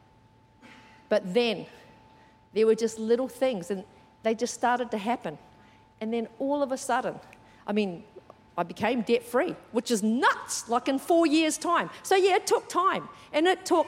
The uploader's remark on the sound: Recorded during our 9am service on Sunday, the 7th of January 2024. C3 Powerhouse.